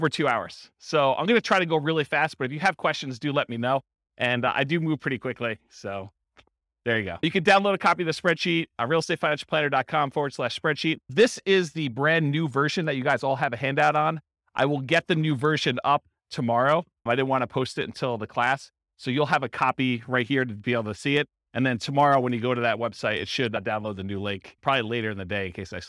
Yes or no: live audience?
yes